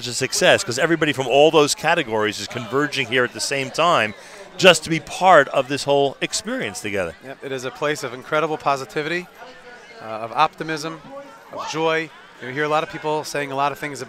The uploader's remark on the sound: NSN Live from Camp HASC Experience Day Event